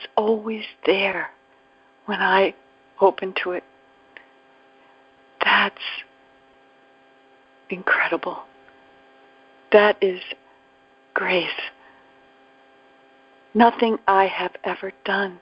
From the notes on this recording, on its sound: ACIM Daily TEXT Conference Call